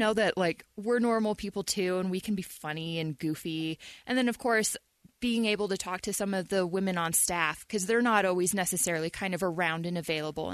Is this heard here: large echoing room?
no